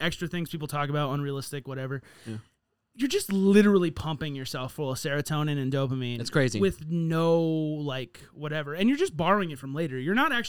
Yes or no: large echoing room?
no